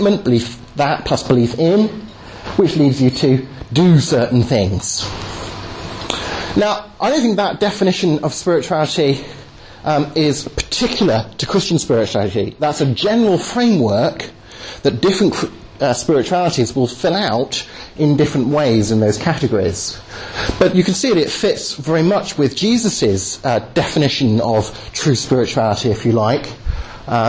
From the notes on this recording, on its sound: delivered at the 'Reasonable Faith' course at Highfield Church, Southampton on Sunday 17th Jan 2010